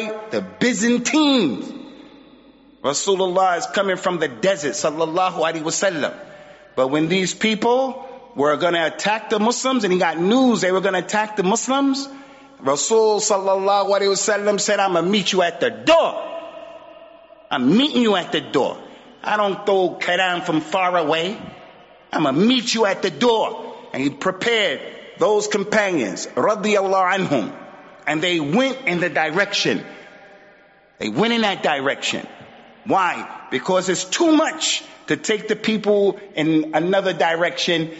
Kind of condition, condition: setting, large echoing room